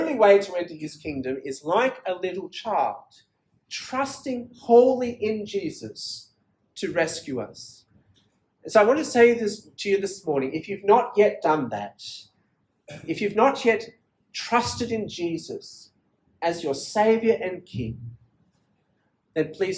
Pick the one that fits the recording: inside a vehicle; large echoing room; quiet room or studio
large echoing room